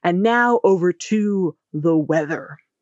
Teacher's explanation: And you're going to let your voice fall